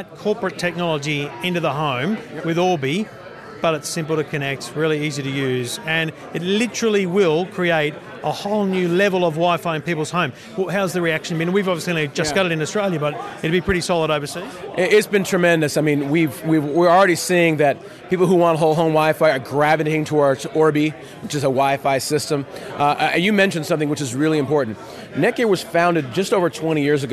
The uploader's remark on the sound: In the first of two special episodes live from CES. We head over to Netgear's showcase.